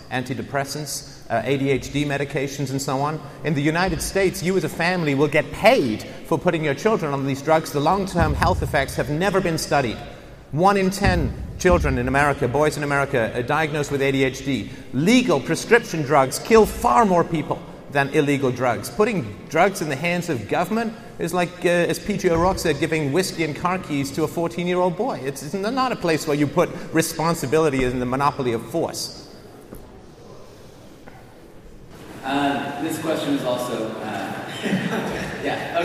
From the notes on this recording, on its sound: at the World Affairs Conference at Upper Canada College on February 4, 2014